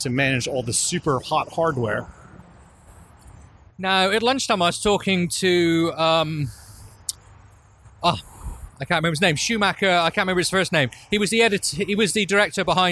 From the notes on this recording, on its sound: while walking back to their accommodation